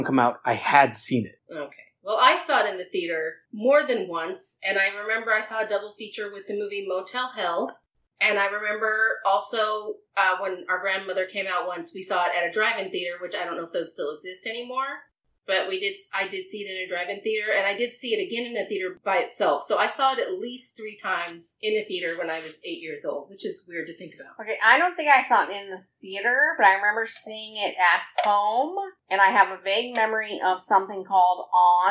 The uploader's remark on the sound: So, here is the first of several remixes of the early episodes that didn't have great sound quality. My eagerness to jump in outweighed my patience for figuring out a good mixing program.